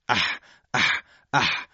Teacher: اگر در هنگام تنگ شدن دیوارهای حلق صدای هوای بازدم ما بدون ارتعاش سایش پیدا بکنه و یک گرفتگی در صدا ایجاد بشه، صدایی که تولید میشه حرف حا هستش